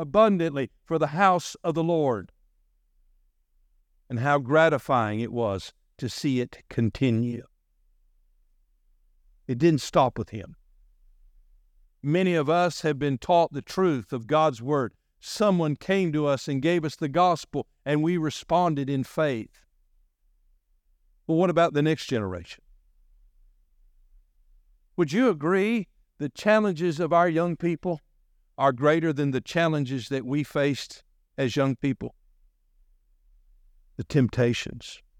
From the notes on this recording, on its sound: delivered on September 10, 2023 during our morning service.